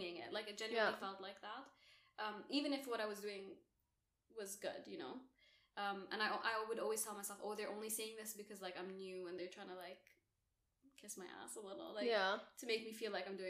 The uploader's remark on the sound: You may notice this is our first ever VIDEO episode!!! We’re still figuring out the audio/background etc so bear with us.